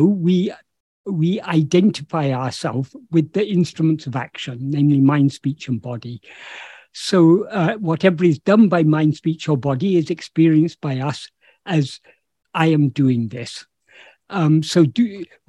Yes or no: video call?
yes